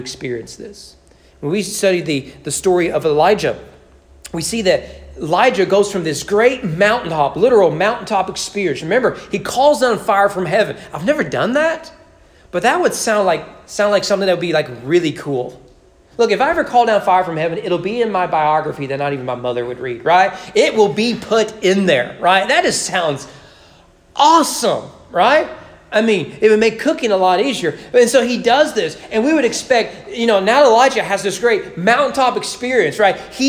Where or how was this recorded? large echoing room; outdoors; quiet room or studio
large echoing room